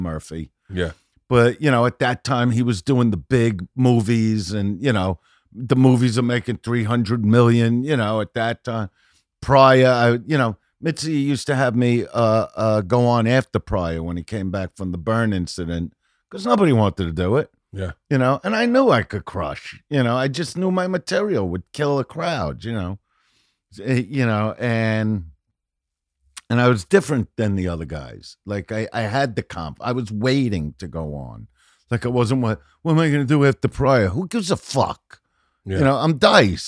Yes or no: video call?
no